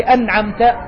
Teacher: لأنه ما في سبب للإدغام، نون وبعدها عين، النون من فين؟ من طرف اللسان، والعين من فين؟ من وسط الحلق، هذه المسافة الكبيرة ما في سبب للإدغام. · Term: الإظهار